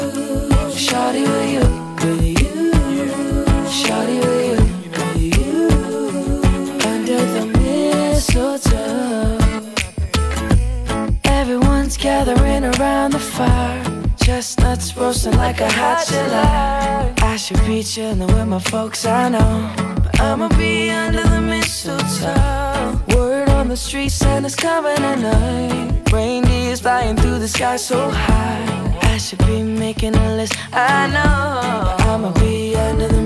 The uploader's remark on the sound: We apologize for the amount of clipping on this week’s episode! The equipment at the WGMU studio has seen much better times.